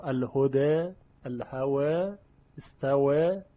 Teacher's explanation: در موارد خاصی بود که ورش کلمات رو یعنی الف رو تقلیل میکرد، اماله بین بین یا اماله صغرا